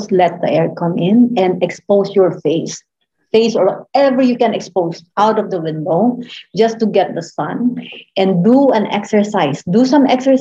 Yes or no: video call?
yes